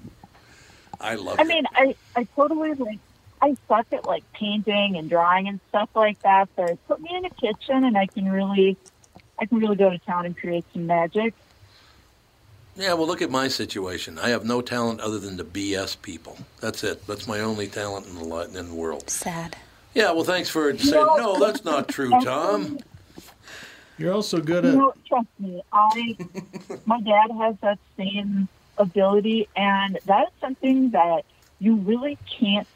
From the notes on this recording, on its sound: Lots of regulars call in to exchange Christmas greetings.